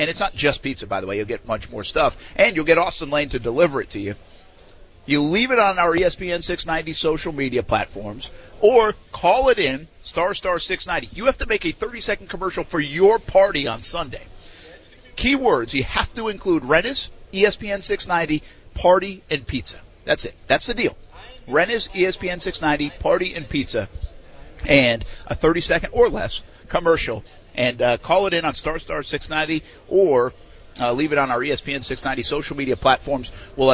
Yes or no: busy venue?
yes